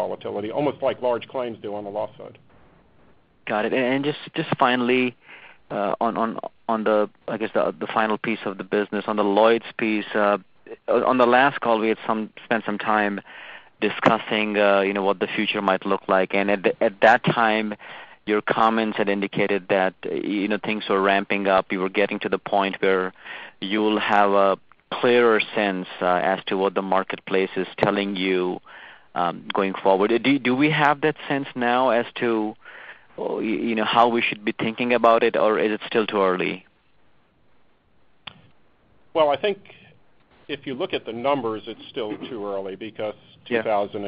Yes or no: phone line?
yes